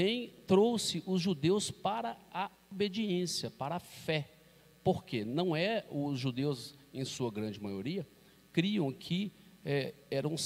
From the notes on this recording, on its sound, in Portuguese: Podcast gravado (ao vivo) na ADEC | Assembleia de Deus, Caratinga - MG